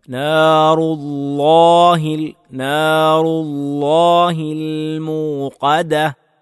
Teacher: നാറുല്ലാഹിൽ മൂഖദഹ് റാഇനെ ശ്രദ്ധിക്കുക. അള്ളാ എന്ന് പറയുമ്പോൾ തഫ്ഹീമാക്കി കനപ്പിച്ച് വായ നിറച്ച് പറയുക